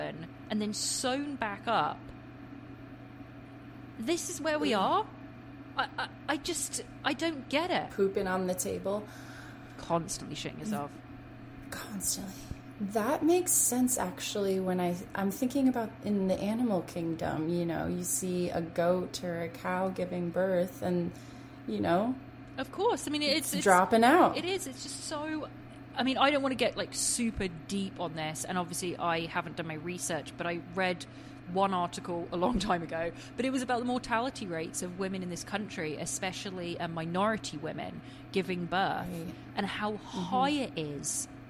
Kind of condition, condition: fault, background noise